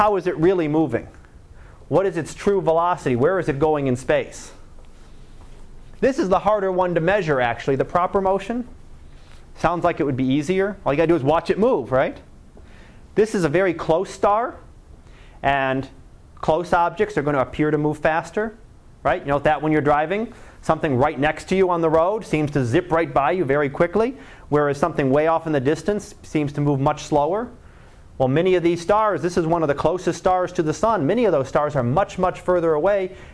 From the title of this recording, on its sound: Live Class Lecture